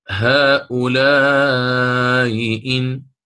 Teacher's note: الإمام قالون له تسهيل الهمزة الأولى بين الهمزة والياء